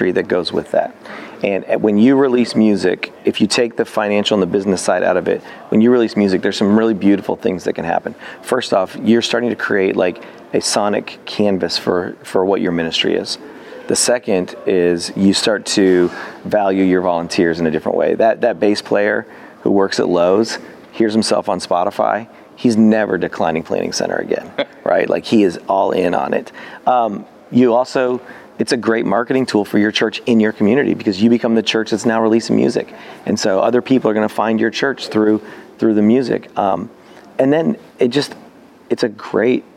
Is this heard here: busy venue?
yes